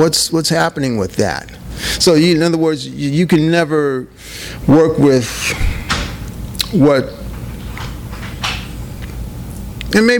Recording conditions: live audience